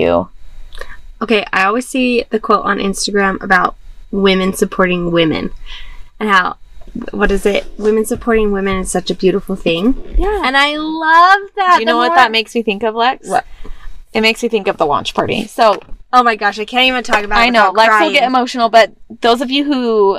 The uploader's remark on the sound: Yep, we really record in our van!